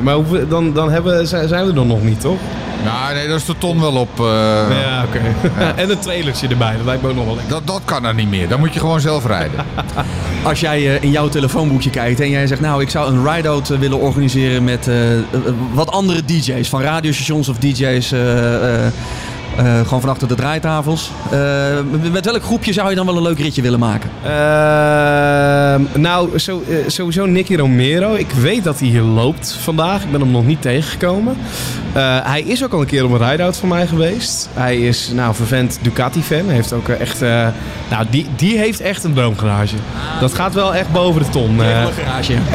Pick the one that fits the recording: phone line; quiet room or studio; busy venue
busy venue